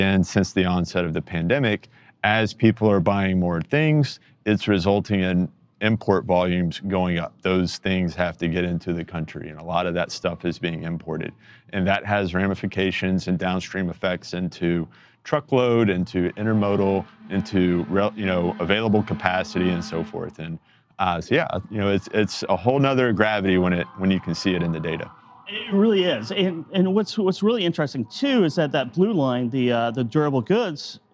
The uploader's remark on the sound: are at FreightWaves LIVE